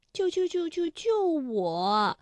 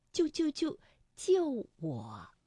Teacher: 我们通常把它从五降到三，这个去声就完成了